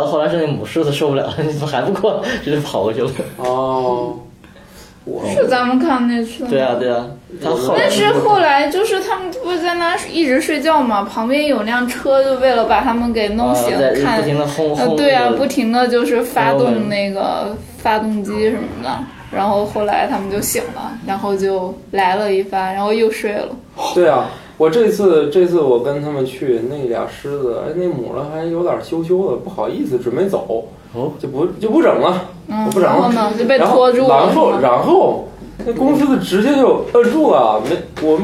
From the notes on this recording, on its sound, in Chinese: 本期节目为新设备电容烧坏后，又回到录音笔录制阶段的录制成品，洋桥大厦某房间内录制，如有太多瑕疵，还请多多包涵。